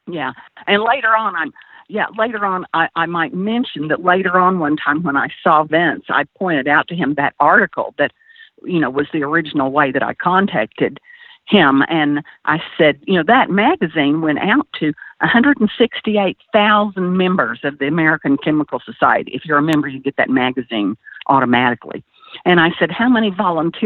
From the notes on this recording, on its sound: via internet phone